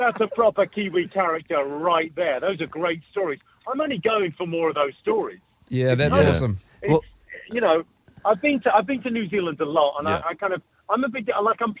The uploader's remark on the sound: We were joined on the phone by UK Comedian